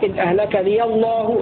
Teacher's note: مع تغليظ اللام من لفظ الجلالة لأن قبلها مفتوح